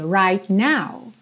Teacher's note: Você já junta também, não precisa dizer right now. Right, você tá com o T, língua lá no céu da boca, já sai pro N